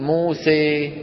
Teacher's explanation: هذا الصوت مخلوط من مين ومين؟ من ألف وياء، مخلوط من ألف وياء · Term: إمالة